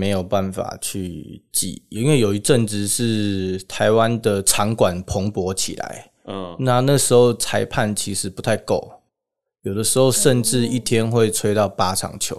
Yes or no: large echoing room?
no